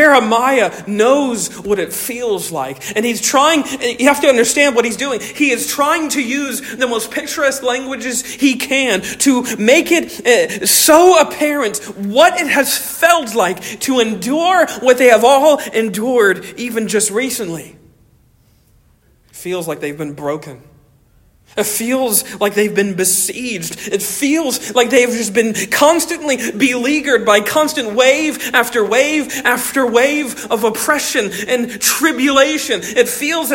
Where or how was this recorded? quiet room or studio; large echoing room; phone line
large echoing room